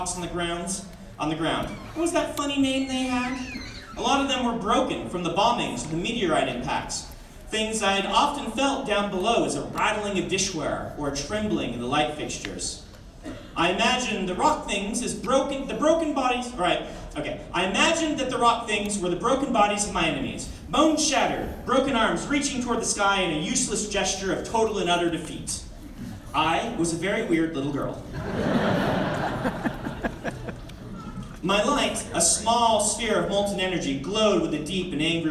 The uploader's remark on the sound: The following is a Credible Nerds exclusive audio only clip from the release party.